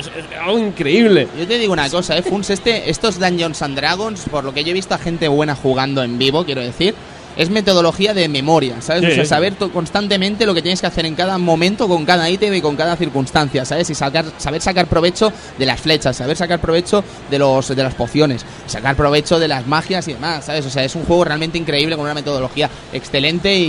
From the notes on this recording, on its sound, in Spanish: Probamos el sonido del stand del Salon del Manga